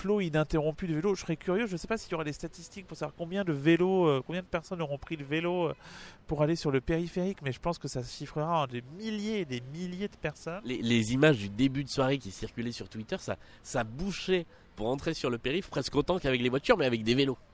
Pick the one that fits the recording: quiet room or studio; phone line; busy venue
busy venue